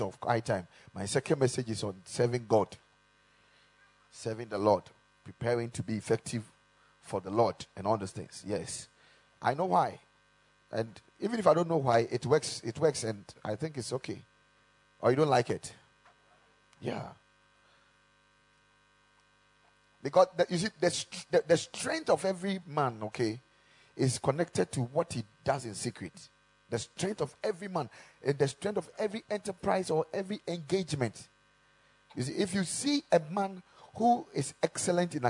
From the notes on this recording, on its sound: Preached at the Ekklesia Chapel.